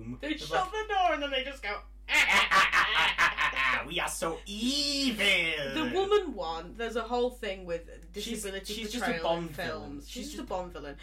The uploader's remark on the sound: In this makeshift podcast. Sorry for any rubbish sound/camera quality, we aren't professionals......yet!